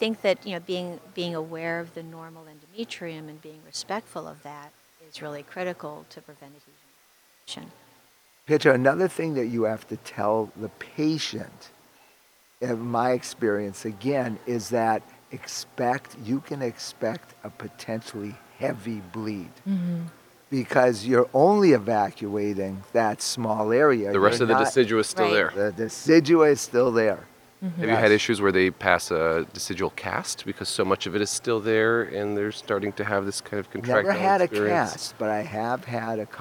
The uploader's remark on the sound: Live from ASRM 2023